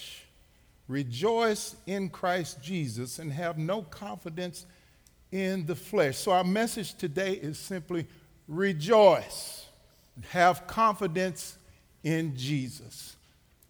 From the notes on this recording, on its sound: Recorded live at The Fellowship at Two Rivers